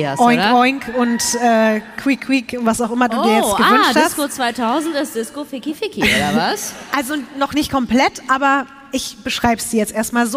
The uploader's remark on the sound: LIVE in Berlin